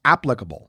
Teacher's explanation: They're both 3 syllables, but it's the first syllable that you're supposed to emphasize. So it's applicable, not applicable.